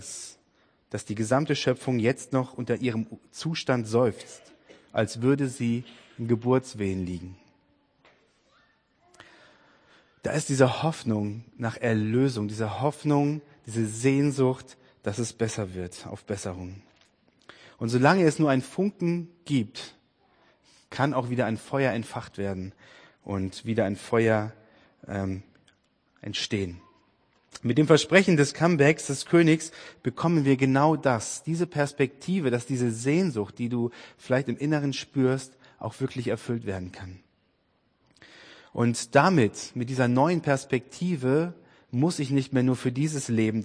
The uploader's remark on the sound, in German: Predigt-Podcast aus dem FORUM HOFFNUNG in Dresden